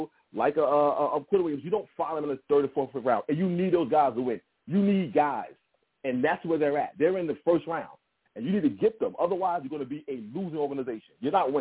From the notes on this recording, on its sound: I take live callers!